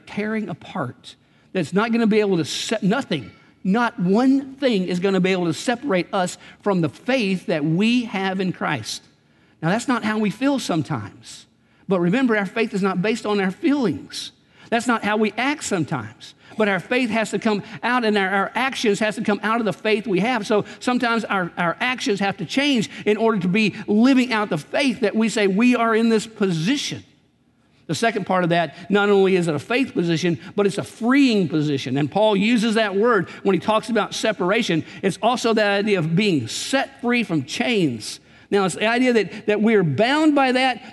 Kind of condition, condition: setting, large echoing room